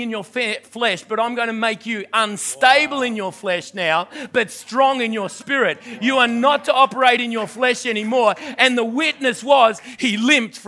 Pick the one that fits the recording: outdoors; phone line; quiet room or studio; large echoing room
large echoing room